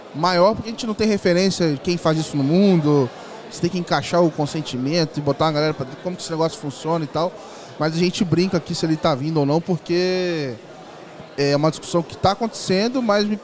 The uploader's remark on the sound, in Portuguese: Papo gravado ao vivo lá no Fintouch 2022.